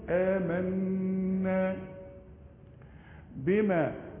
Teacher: النون الأولى مفتوحة والنون الثانية عليها الشدة، يعني اثنين نون لازم تغن